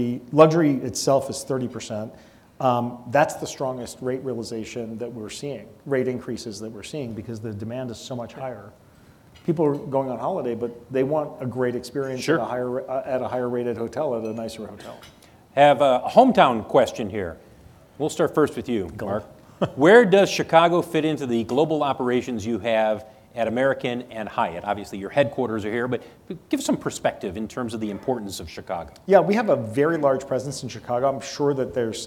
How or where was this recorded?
live audience